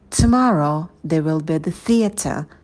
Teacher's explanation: Здесь у нас ударные слова tomorrow и theater. Можем выделить еще they, если по контексту нам нужно акцентировать внимание, что именно они будут в театре.